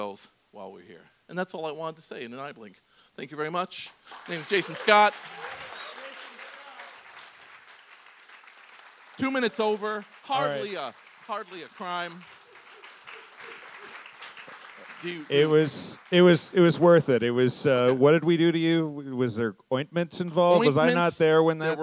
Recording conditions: live audience